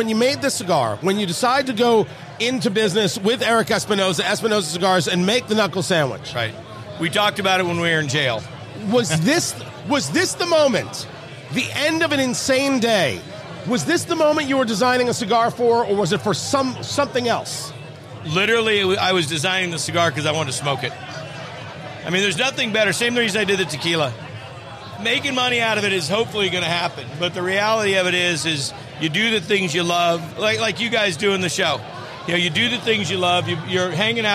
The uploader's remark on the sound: It all started at Blend Bar Cigar with a special VIP event. Recorded live at Blend Bar Cigar in Indianapolis, IN.